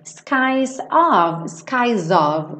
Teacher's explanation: O S adquire um som de Z e faz a ligação